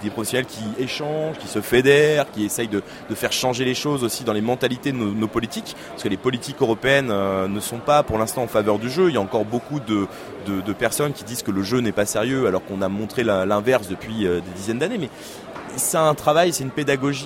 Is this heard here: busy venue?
yes